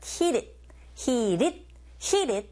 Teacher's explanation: flap 현상에 의해서 t 사운드가 r 소리에 가깝게 들려지게 됩니다